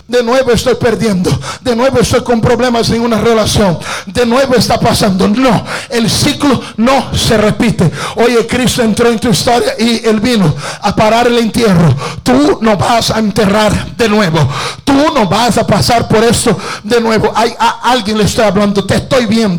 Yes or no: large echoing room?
yes